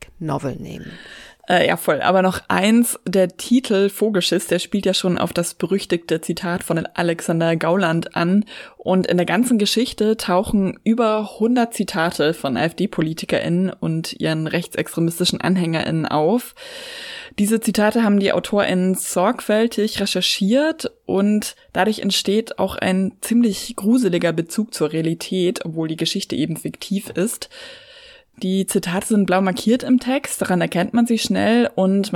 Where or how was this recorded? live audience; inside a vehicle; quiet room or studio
quiet room or studio